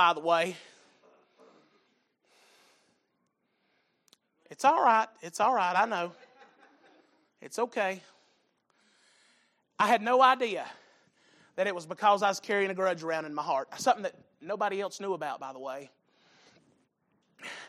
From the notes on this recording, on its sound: Sunday Evening Service